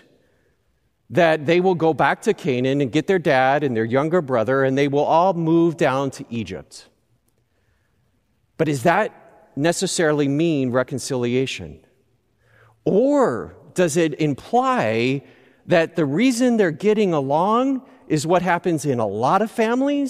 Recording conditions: large echoing room